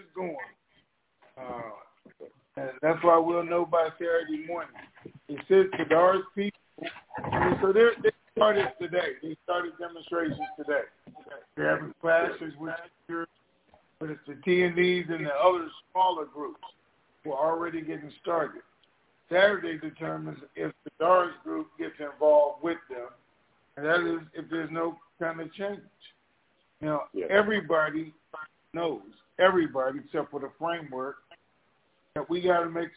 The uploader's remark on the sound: TNTSuperfantastic Conference Call